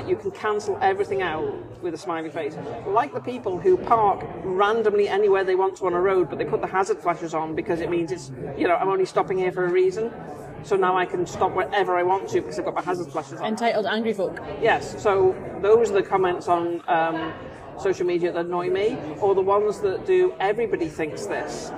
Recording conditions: background noise